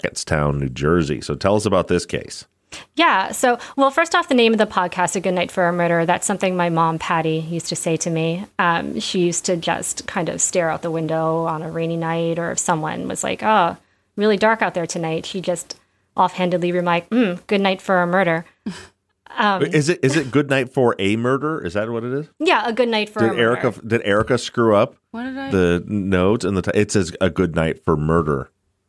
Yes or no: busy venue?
no